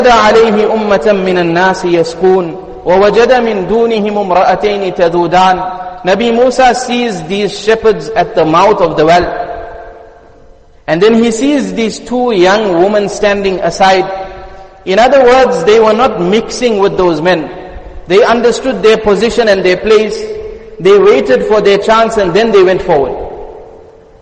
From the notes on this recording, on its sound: Jumuah Lecture Masjid us Saliheen